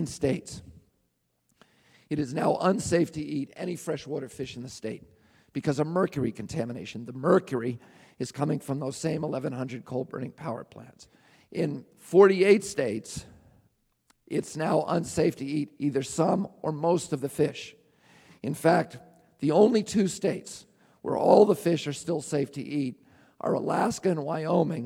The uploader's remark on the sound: speaks at the Marin Civic Auditorium in San Rafael, CA on March 4, 2005